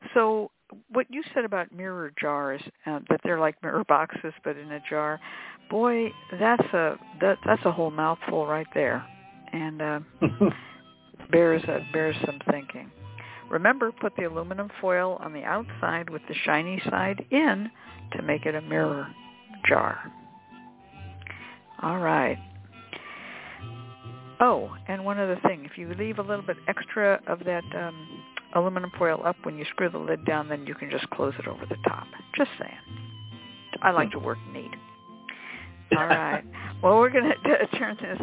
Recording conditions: phone line